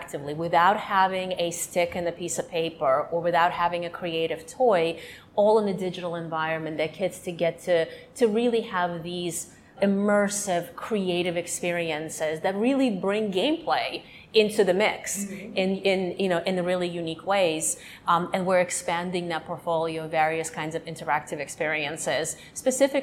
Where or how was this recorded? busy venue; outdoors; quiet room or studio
busy venue